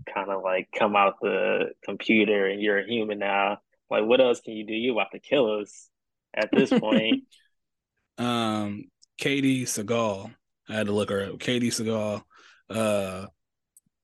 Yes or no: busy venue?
no